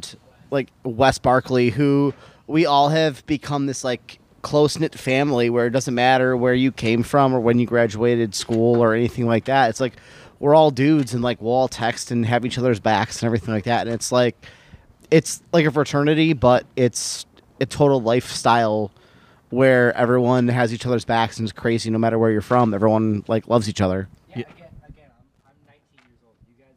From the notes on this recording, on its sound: After consuming roughly 60 White Claws we decided to get the podcast equipment and record live from the AIW 4th of July cookout.